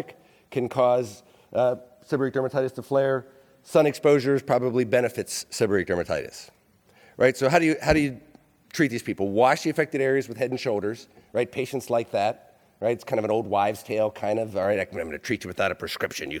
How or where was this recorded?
live audience